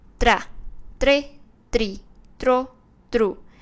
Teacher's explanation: 我们会把舌头放在软上颚，跟硬上颚的中间发舌头弹震动 · Term: 弹舌音